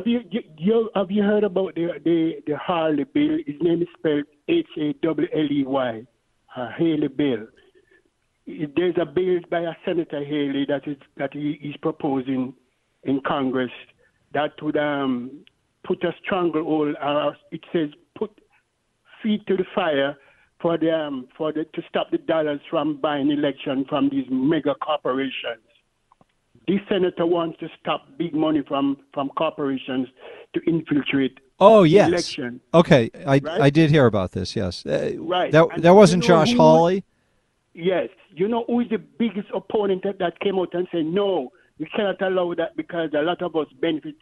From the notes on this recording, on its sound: This hour is all RANTS, phone calls and fun!